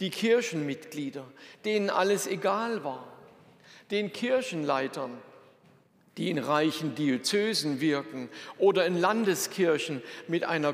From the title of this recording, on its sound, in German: Predigt aus der Lutherkirche Plauen